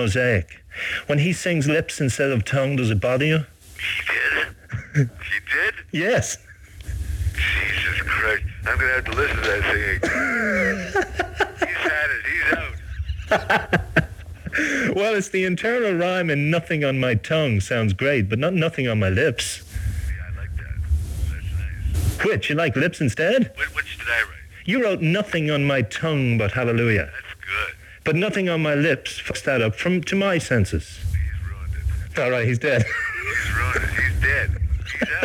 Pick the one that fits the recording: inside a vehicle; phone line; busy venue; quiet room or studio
phone line